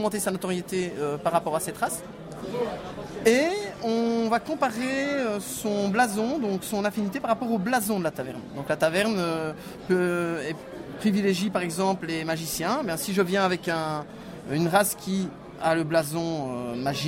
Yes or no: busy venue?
yes